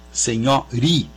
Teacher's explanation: E a sílaba anterior, que é a sílaba tônica da primitiva, que é senhora, né? Então a sílaba nho na palavra senhorinha é a sílaba subtônica · a sílaba tônica de senhorinha, a sílaba mais forte é ri, senhori. E a sílaba anterior, que é a sílaba tônica da primitiva, que é senhora, né?